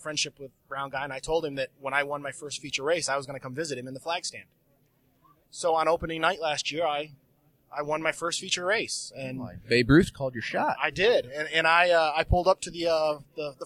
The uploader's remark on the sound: On this special edition of the Illiana Stock Car Radio Podcast, the guys record on location from the Chicagoland Racing Memorabilia and Collectibles show that was held at the Will County Fair Grounds in Peotone, IL.